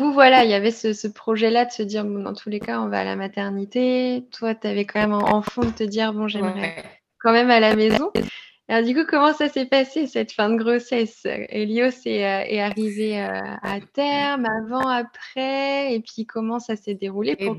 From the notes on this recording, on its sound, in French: Vous remarquerez peut-être quelques faux raccords lors de l'épisode. Nous avons enregistré en plein Mercure rétrograde, un soir et le internet n'était pas très amical avec nous !